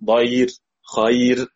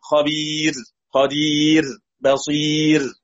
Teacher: عبارة عن ياء ساكنة، يبقى الراء ترقق على طول